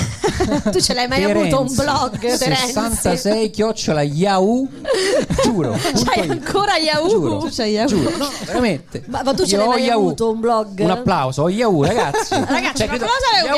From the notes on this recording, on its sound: Live dal GhePensiMi di Milano